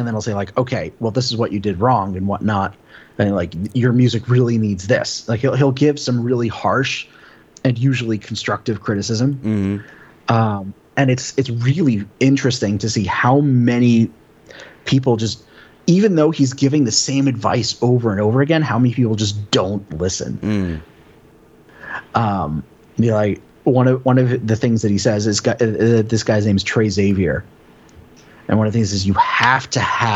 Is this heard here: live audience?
no